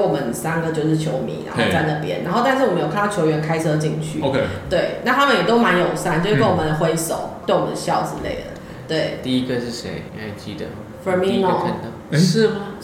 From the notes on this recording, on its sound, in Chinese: 台北東區酒吧內。錄音地點： Charlie's Sports Bar。